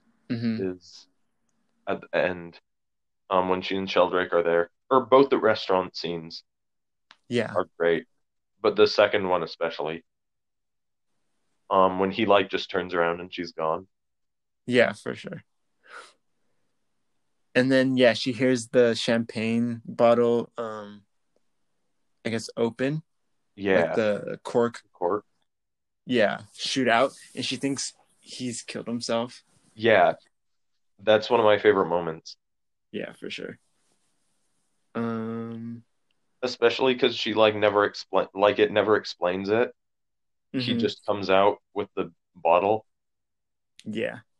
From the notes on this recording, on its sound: Yet another remotely recorded podcast so it's full of glitches.